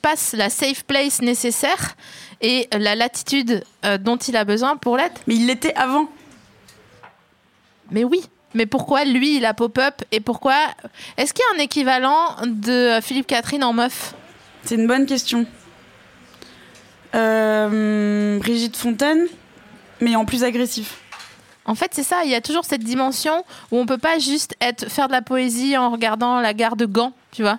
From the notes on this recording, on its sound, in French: Cet épisode a été enregistré le 07 mars 2020 au Lauretta (46-48 boulevard de la Villette, Paris, 19e).